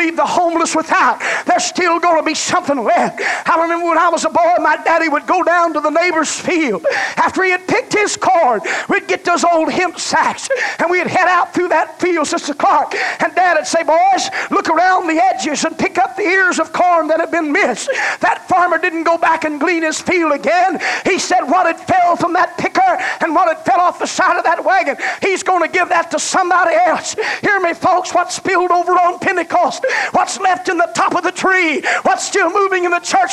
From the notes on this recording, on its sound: This message was preached at First Apostolic Church in North Vernon, Indiana, November of 1989